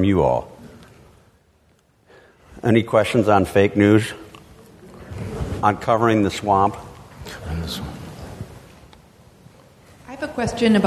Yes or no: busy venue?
yes